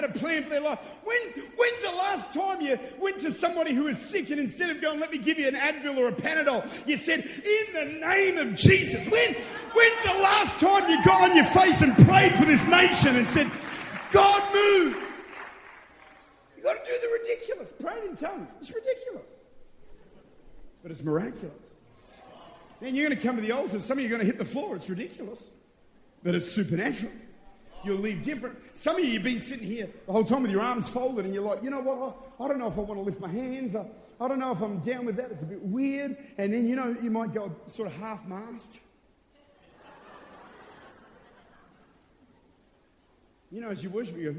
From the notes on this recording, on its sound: Recorded at Extreme Conference in Mackay, QLD, Australia in September 2014.